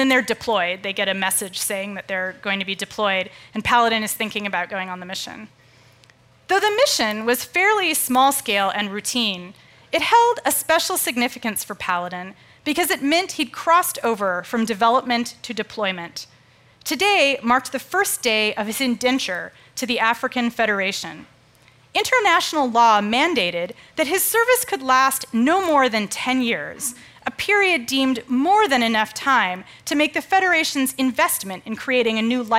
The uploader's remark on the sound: As part of The Long Now Foundation's “Conversations at The Interval” Salon Talks. These hour long talks are recorded live at The Interval, our bar, cafe, & museum in San Francisco.